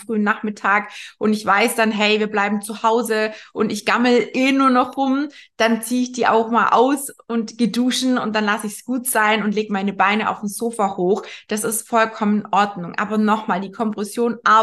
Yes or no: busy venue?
no